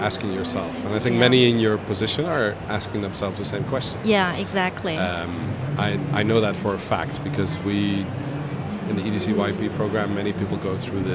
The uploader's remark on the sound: Live from buzzing and immersive IMEX 2023 in Las Vegas, USA. IMEX America is the largest trade show in the US for the global meetings, events, and incentive travel industry.